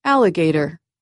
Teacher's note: It has four syllables. The primary stress is on the first syllable, but the third syllable does have a softer secondary stress.